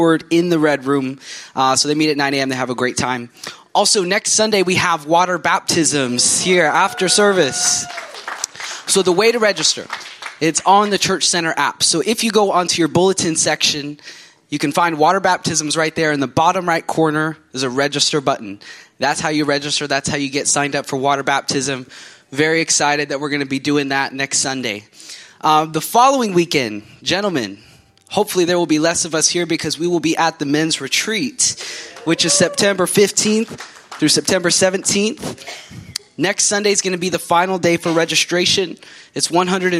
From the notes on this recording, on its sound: from the Sunday service on September 3, 2023 at Harvest Bible Church in Stocton, California